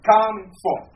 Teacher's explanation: on baisse le ing pour mettre toute l'énergie dans le fort.